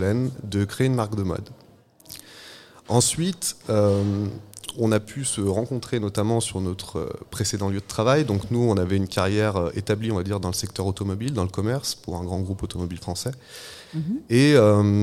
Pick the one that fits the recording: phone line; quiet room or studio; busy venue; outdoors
busy venue